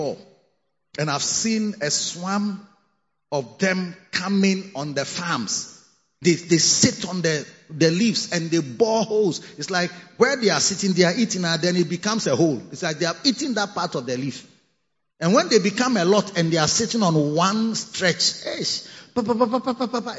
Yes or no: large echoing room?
yes